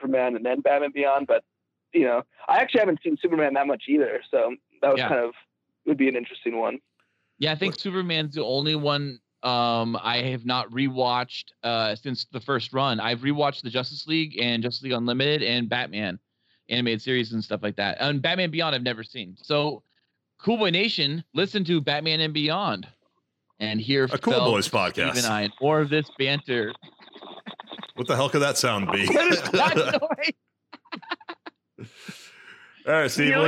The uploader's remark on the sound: make some phone calls